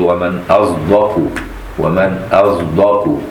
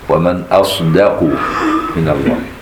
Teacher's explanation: وباقي القراء بالصاد الصرفة ومن أصدق من الله. يعني تفقد الصاد صفة الصفير ويتحل محل الصفير زاي · Shown in: first take · Term: الصاد مشمة بزاي